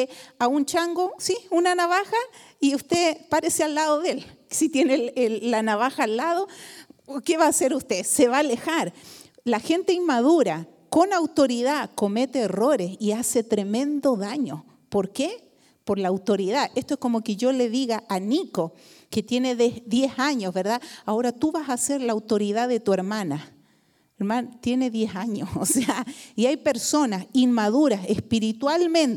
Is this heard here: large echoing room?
yes